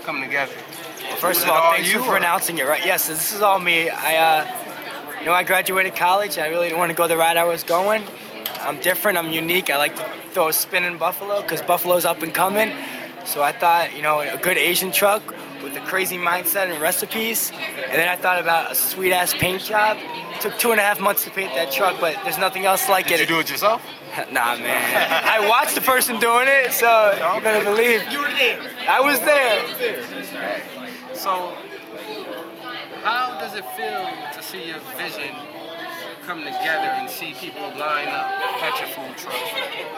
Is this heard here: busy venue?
yes